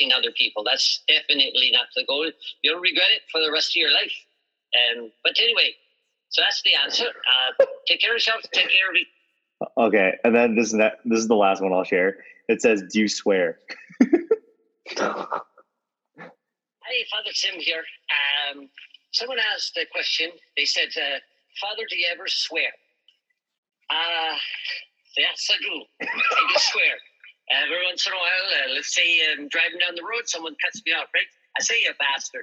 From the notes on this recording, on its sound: The two of us are in different cities, meaning we are doing our first Zoom episode as just the cohosts. We had a bit of technical difficulties but it all worked out!